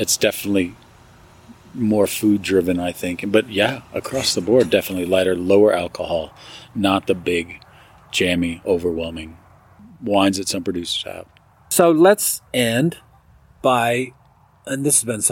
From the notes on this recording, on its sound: We’re coming to you from the Bold and Delaney Vineyard in Dammeron Valley just outside St.